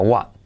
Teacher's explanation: Y la T de what, fíjate entre paréntesis también porque casi no se dice